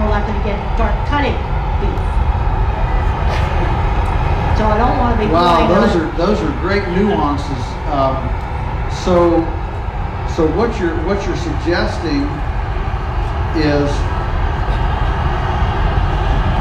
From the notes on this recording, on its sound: The interview was done at the Homestead Festival